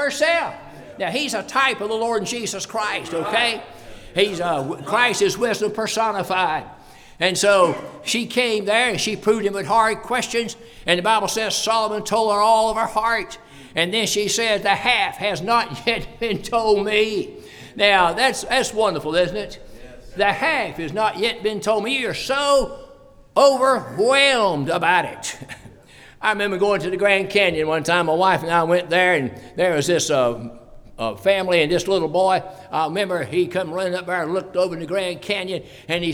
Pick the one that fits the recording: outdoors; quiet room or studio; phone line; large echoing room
large echoing room